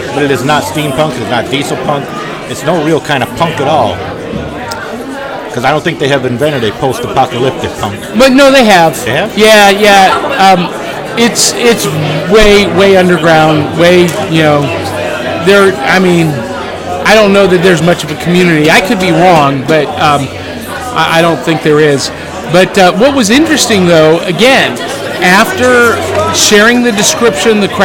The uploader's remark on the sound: Live From Hypericon. Sites and sounds of Hypericon 12.